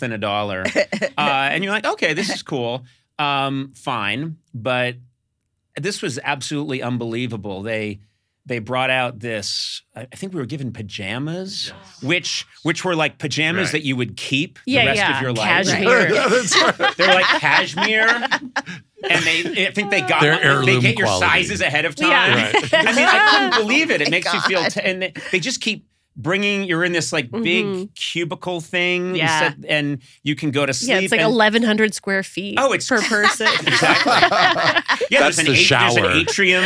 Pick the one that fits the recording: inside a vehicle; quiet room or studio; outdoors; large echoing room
quiet room or studio